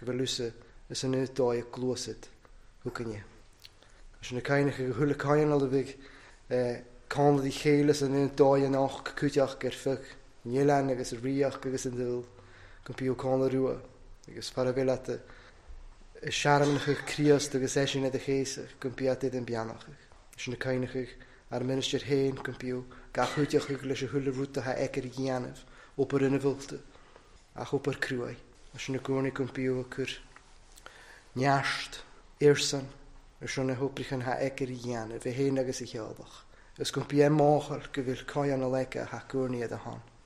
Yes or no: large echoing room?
yes